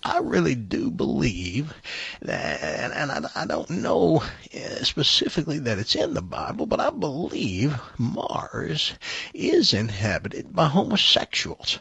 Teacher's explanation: He has no volume to his voice. It's almost that vocal fry that they talk about. It's almost like an obscene mean phone caller.